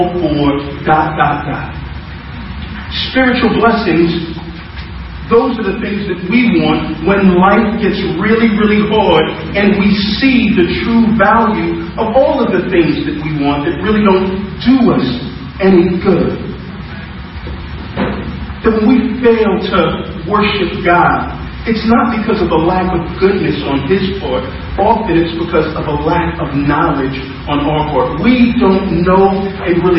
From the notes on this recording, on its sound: For our First Service as Cornerstone Church. We apologize for the low audio quality.